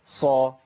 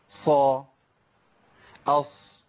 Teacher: سامعين صوت الصفير والهمس